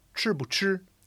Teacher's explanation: if you have that structure of asking a yes or no question with bu in between, like 你吃不吃? Did you eat yet? Have you eaten? That is fifth tone.